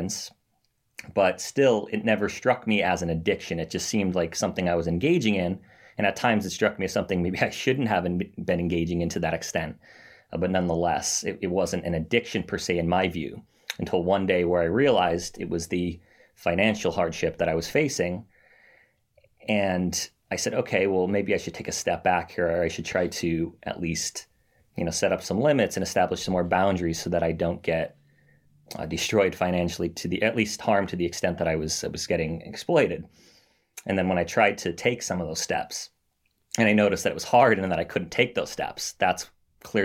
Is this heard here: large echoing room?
no